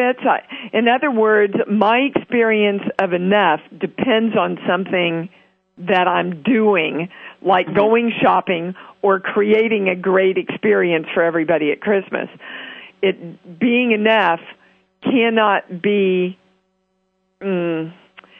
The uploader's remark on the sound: International call-in show Conscious Creation on the 7th Wave Network on Voice America.